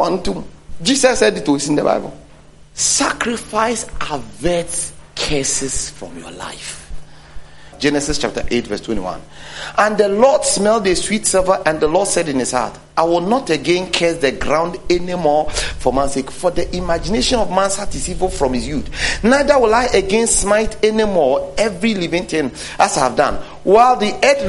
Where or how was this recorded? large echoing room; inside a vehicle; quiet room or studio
large echoing room